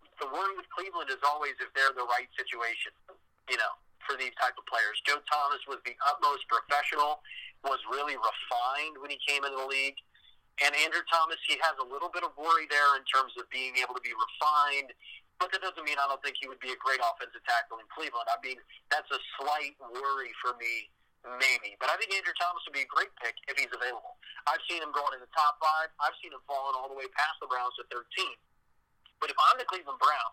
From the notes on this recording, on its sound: talked via phone